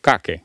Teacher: Så en italiener vil, selv om det kommer en da fremre vokal etter K-en, fortsatt bruke den bakre k. Og den har, også, den har heller ikke luft, den italienske K-en, da.